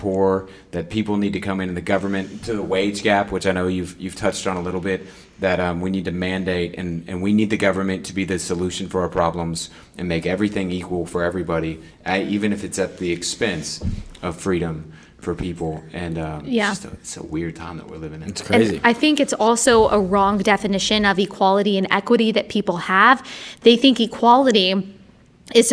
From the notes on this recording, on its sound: We recorded this episode at Awaken Conference 2019.